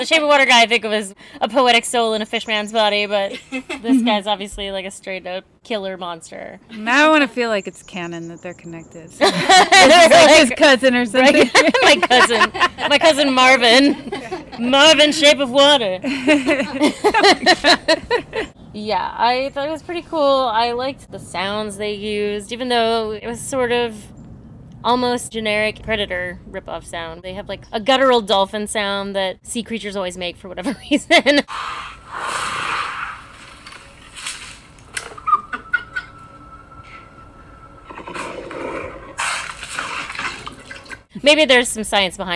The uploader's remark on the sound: With plenty of ambient sound to set the scene.